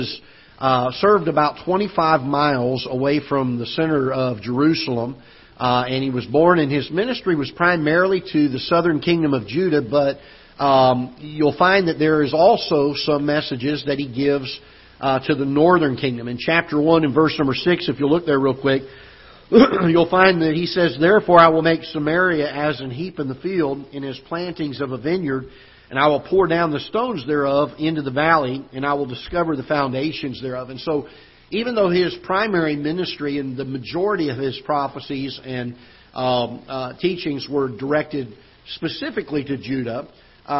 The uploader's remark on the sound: Ketha Heights Baptist Church ~ Live Broadcast